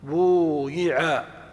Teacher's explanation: نقلب الألف إلى واو لتناسب الضمة · Term: قلب الألف واوا